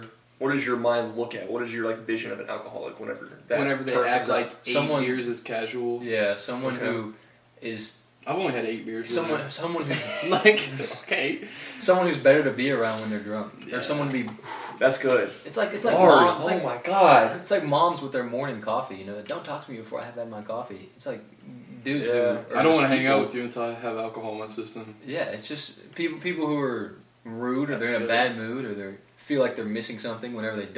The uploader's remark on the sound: Microphones didn't record, so we used camera audio